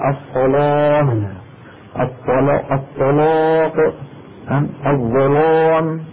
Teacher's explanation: يفخم ورش كل لام مفتوحة مسبوقة بصاد أو طاء أو ظاء، مفتوحة أو ساكنة · Term: لامات ورش